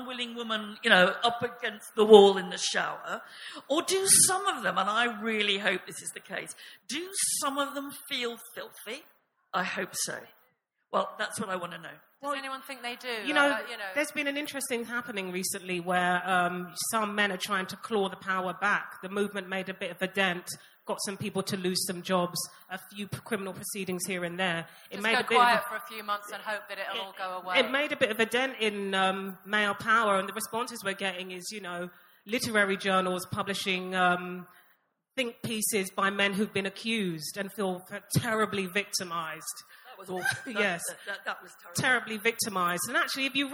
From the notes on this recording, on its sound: This episode is a live session from #ZEEJLF2019.